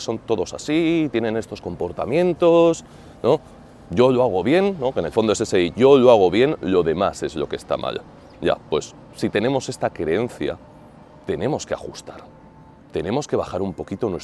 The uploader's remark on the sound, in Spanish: grabado frente al Coliseo, en pleno centro de Roma